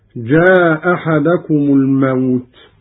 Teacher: قرأ قالون بإسقاط الهمزة الأولى